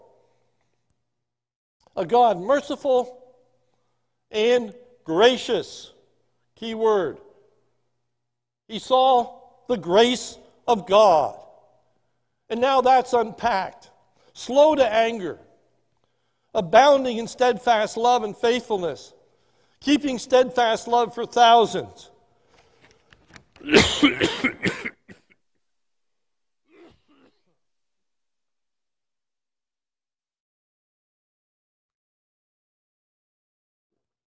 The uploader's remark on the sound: This sermon was recorded at the Lebanon Bible Fellowship Church in Lebanon, PA on 12/06/2020 during the morning service